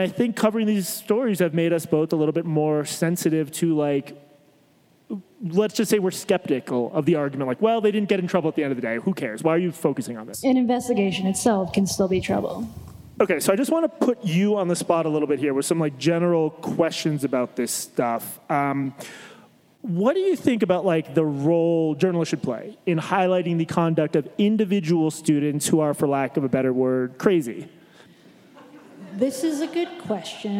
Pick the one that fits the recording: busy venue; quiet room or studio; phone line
busy venue